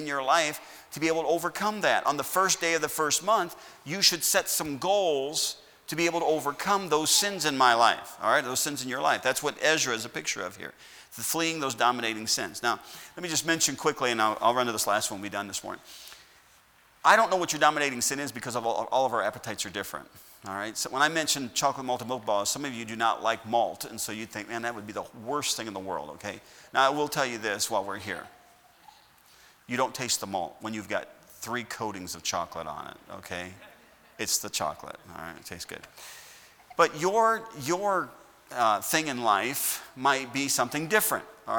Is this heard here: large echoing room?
yes